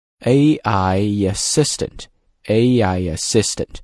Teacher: 因为 AI I 结尾这个音，而 assistant 也是个元音，元音和元音啊也要连读 · Term: 元音连读